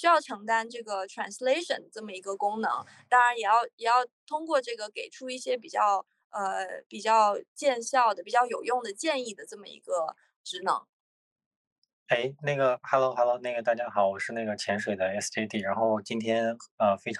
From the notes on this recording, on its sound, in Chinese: 开展了一场线上圆桌交流。我们截取了其中部分讨论制作了本期节目。